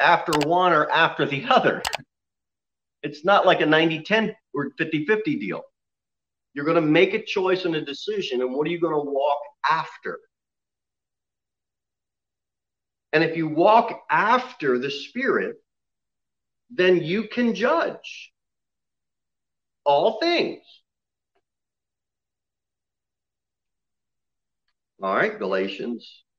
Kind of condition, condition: setting, large echoing room